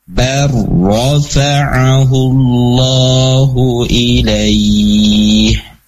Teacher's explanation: karena sebelumnya ada harokat fathah, maka ro-nya ro tafkhim atau ro tebal. Dan ro juga memiliki sifat tawasud atau bainiyah, maka, ya, dia ada apa namanya, mengalirnya suara namun limit terbatas, ya, mengalir suara namun terbatas.